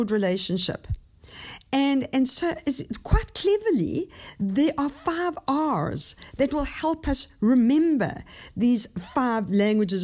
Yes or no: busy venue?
no